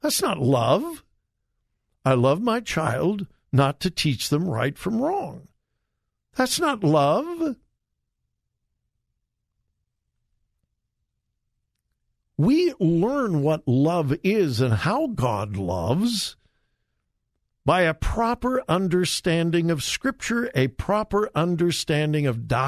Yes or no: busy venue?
no